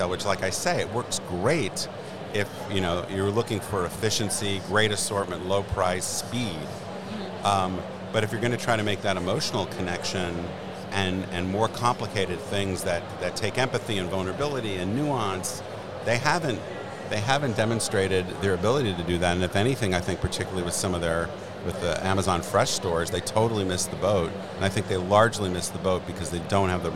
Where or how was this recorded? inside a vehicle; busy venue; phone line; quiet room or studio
busy venue